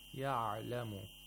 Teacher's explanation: it's the timing of عين، which is in between رَخَاوَة and شِدَّة. That is in between weak fricative letters and plosives. · Term: توسط